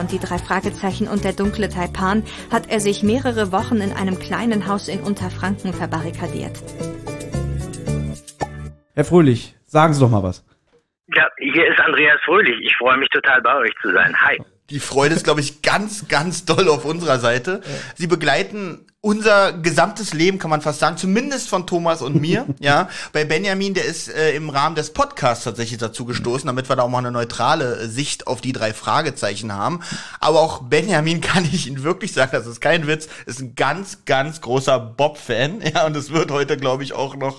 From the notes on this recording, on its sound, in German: der uns am Telefon gerne und bereitwillig unsere Fragen beantwortet hat